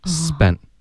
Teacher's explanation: If you spent it, it would be like shopping.好，这里的花呀、spend,那个 t 是要浊化成的吗、 No,这里不能浊化成的，因为如果浊化成的它就变成一个 spend,它的时态就变了。然后他就是在问这个问题，他就说那 spent 的 t 这里浊化它的时态就变成 spent 了，那怎么办呢？就是很简单，它这里不会浊化，而会把这个 t 的音呢给省略 spent。所以看来并不是所有的地方、像这种 t 啊在结尾都必须得浊化的。对，这里就是不可能会浊化，而会以尽量导致一个干脆的停顿 spent, spent it.